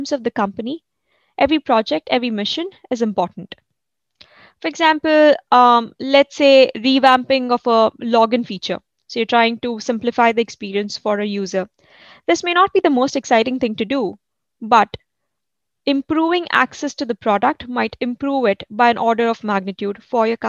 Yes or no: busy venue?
no